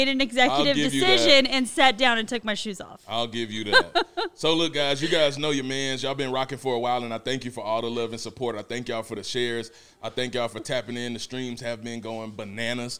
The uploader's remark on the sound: A special episode live from EYA Denver 23!